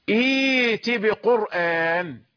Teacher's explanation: إذا بدأت بالكلمة يعني أنت عند الوصل لا يرجون لقاء نأتي، إذن نطقت بالهمزة، بالهمزة التي بعد همزة الوصل وحذفت همزة الوصل، فإذا قيل لك ابدأ بالكلمة بهذه الكلمة ستبدأ بصوت همزة الوصل، إذن ستنطق همزة الوصل، إذن الثانية لابد أن تسهل